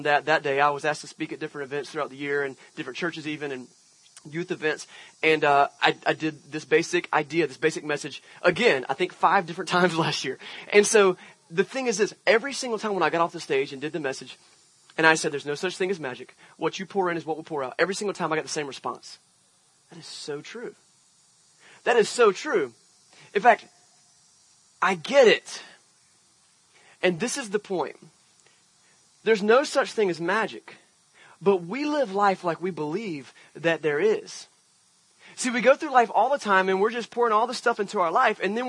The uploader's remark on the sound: Church At The Park. This Sunday we left the walls behind and had a service outside at the wonderful Hugh Macrae park! A great Sunday morning to be had with a scene change for Venture Church.